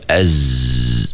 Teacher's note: Hujung lidah kita tu macam dia belakang gigi, dan gigi kita tu macam nak merapat kan.